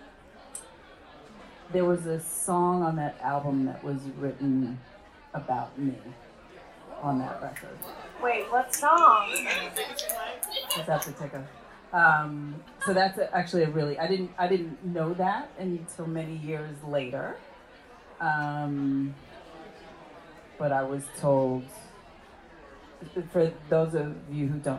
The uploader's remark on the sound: Please excuse any background noise as this is recorded live and we do our best.